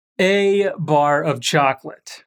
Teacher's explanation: quando queremos enfatizar esse artigo, pronunciamos ele com som de E do mesmo jeito que pronunciamos no alfabeto: A, B, C, D.